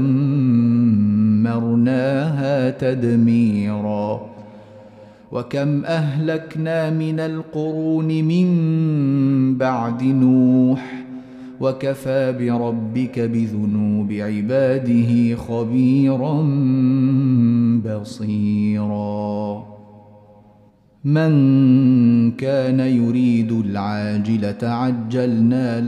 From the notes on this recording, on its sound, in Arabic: مسجل من صلاة التراويح بمسجد السلام بحي مشرفة بجدة.